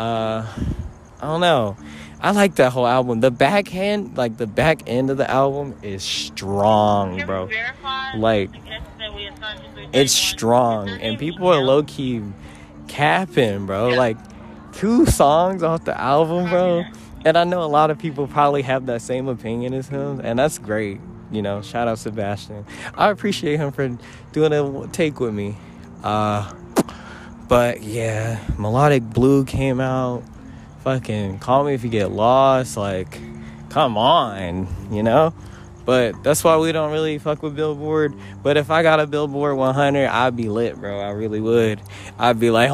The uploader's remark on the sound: LIVE FROM TOPGOLF